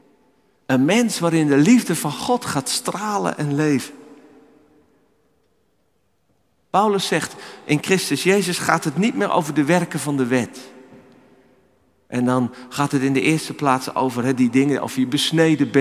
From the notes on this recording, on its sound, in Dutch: Opgenomen in de Noorderkerk te Amsterdam